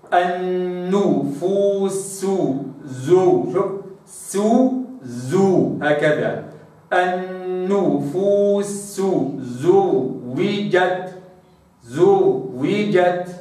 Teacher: لابد أنني أخلص السين من الزاي في قوله عز وجل النفوس